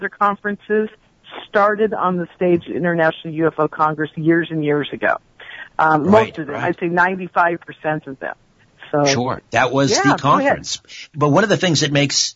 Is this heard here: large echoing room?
no